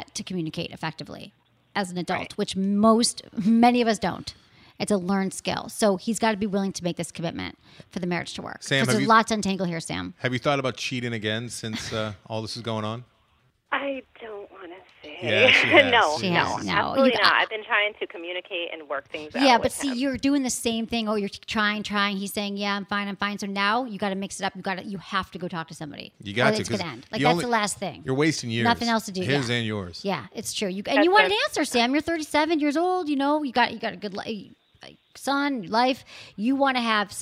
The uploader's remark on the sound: today’s live call-in show